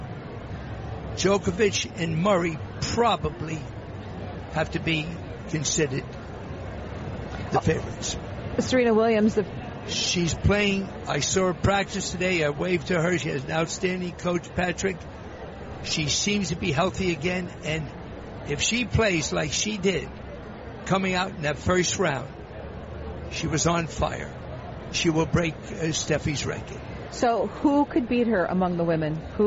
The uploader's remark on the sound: Live from the 2016 US Tennis Open.